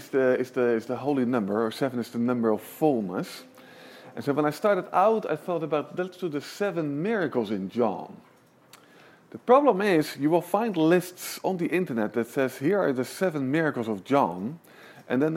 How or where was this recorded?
large echoing room